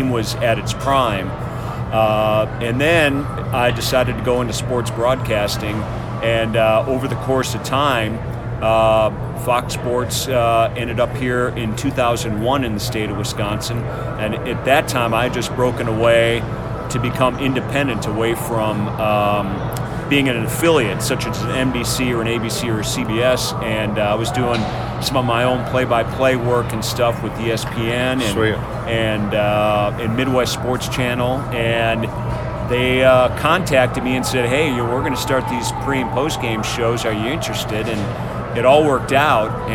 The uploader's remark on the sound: Recorded from Miller Park in Milwaukee